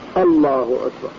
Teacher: شيء الناس من اللي عد يرقق اللام يقول الله، هذا ما هو صالح. اللام في اسم الجلالة مفخمة بعد الضم وبعد الفتح